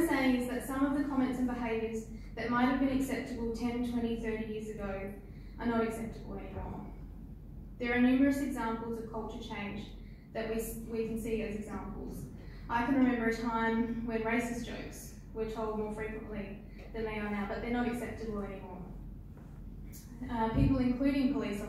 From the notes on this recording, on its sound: at the 2019 Rotary District 9500 Conference.